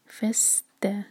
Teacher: سین پر سیٹی جیسی آواز آئے